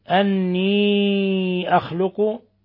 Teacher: مد منفصل لانفصال حرف المد عن الهمزة، يمد من 4 إلى 5 حركات